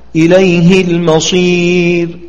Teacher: لا، فقد اتفق الجميع على القصر، وذلك لأنه لا يصح أن نشبع حركة الهاء في المثالين ونحوهما، لأن بعد الهاء ساكن، ولو أثبتنا حرف المد وهو ساكن لأدى ذلك إلى اجتماع الساكنين وليس بأصلي، فوجب الاقتصار على حركة الهاء دون إشباع